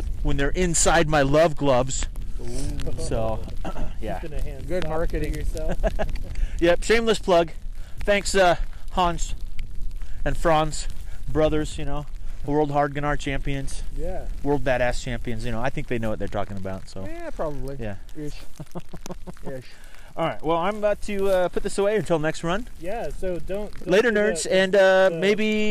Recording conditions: wind noise